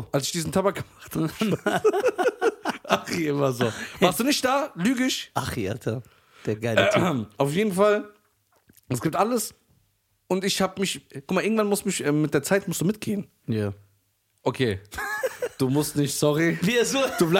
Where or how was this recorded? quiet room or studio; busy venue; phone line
quiet room or studio